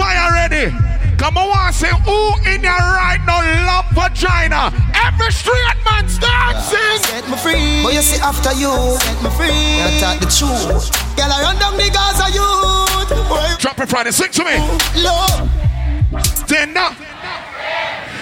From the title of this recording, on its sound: Tropical Fridayz 11/24/23 (LIVE AUDIO)